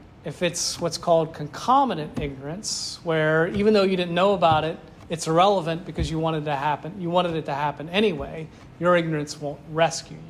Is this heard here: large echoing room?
yes